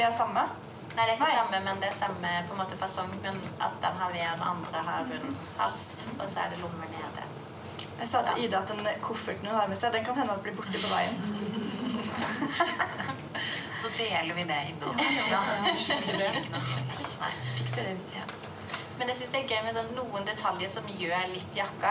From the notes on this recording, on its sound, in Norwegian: BEKLAGER FOR LYDKVALITETEN!! Denne episoden er et liveopptak fra Stitsjorama med Witre Design.